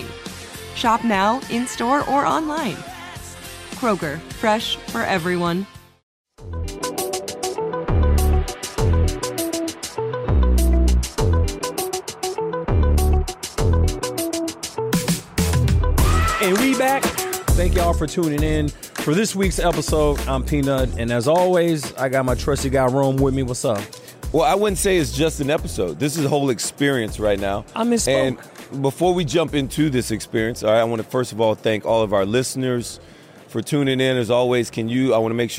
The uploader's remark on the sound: live from radio row for Super Bowl LVII